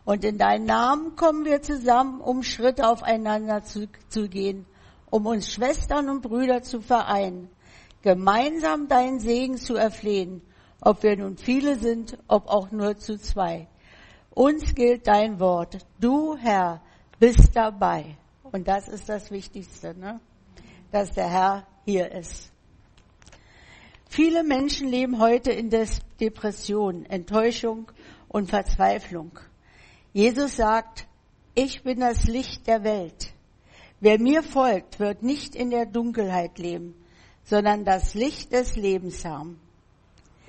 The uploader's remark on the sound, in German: im Gemeinde-Zentrum in Berlin aufgenommen.